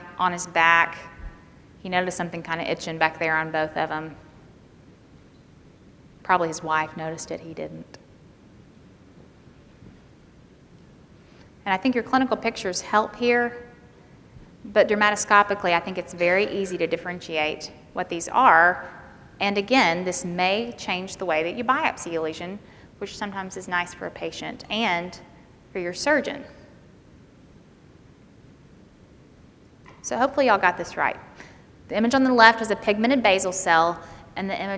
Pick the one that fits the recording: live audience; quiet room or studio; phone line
live audience